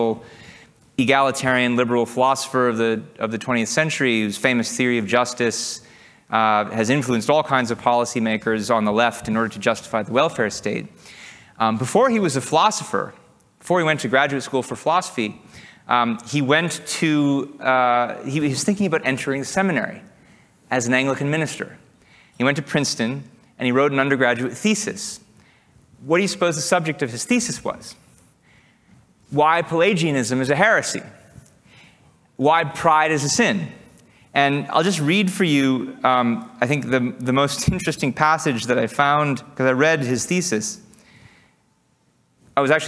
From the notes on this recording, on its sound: Recorded July 2, 2023, at OCON in Miami, Florida.